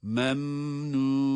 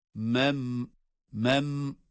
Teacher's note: Mem derken bakınız cezimli mimde de bir gunne sesi var.